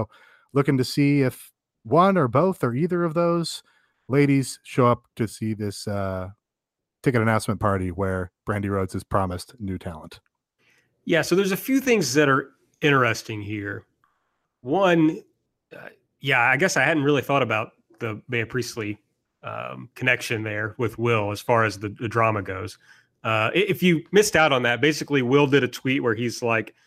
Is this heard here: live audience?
no